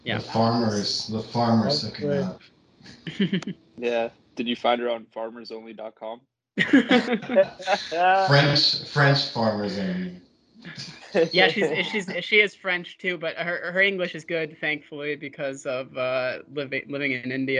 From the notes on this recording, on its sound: skype calls on this channel